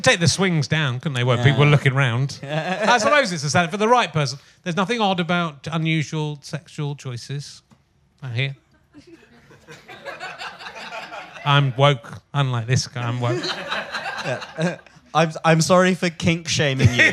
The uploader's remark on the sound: back live at the Phoenix